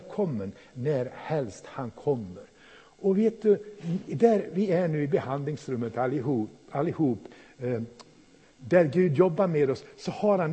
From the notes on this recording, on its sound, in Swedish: Inspelad i Pingstförsamlingen i Mölndal 2017-01-08.